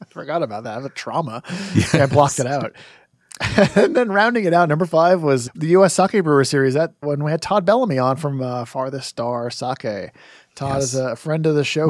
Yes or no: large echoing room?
no